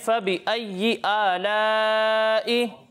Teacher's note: حمزہ کو ہم ایک الف کے برابر کھینچیں گے